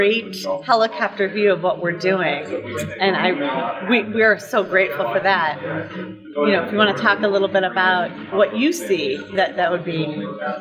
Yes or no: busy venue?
yes